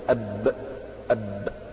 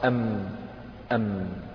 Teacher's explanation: الضغط هذا يكون أقوى في الباء منه في الميم